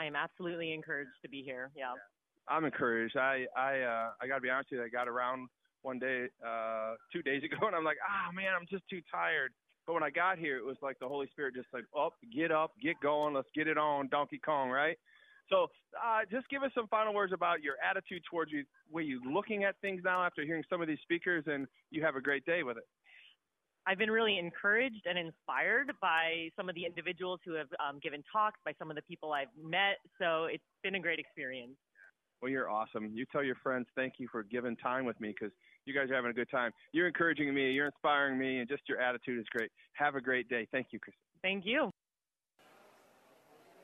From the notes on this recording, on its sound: broadcasting Live from the National Religious Broadcasters Convention in Orlando